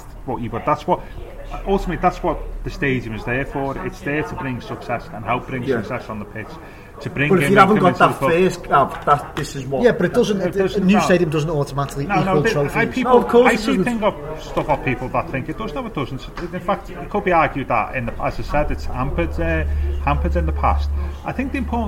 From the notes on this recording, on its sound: We head back to the Bramley Moore pub